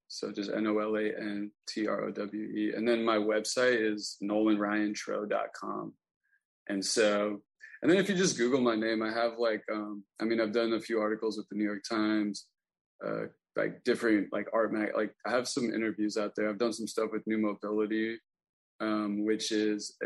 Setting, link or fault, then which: link, video call